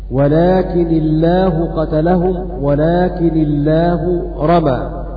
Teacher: بتخفيف لكن ورفع لفظ الجلالة، وترقق اللام لأن قبلها كسر